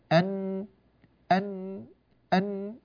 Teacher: النون الساكنة يخرج معها صوت مصاحب من الخيشوم